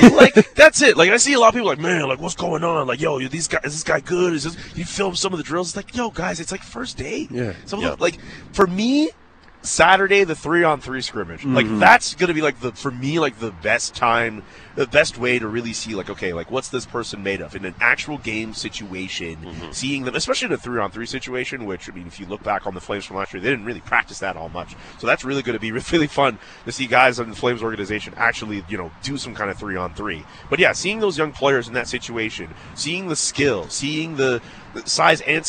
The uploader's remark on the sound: The Big Show is Live from Stampede. Today the guys are set up live from the Stampede parade route!